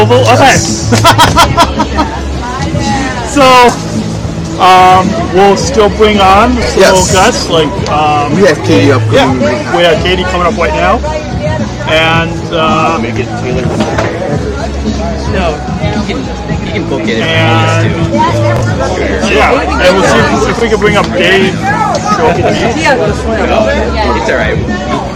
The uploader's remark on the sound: Recorded LIVE from the 2022 Special Olympics Illinois Summer Games in Normal, Illinois.